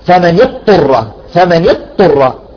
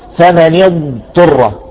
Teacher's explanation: إذا جاءت الضاد والطاء يجب أن يظهر استطالة الضاد ولا تؤكل الضاد · Shown in: second take · لأنهم بعض، لأن بعض الطلاب يقرأوها ثمن اضطر ثمن اضطر.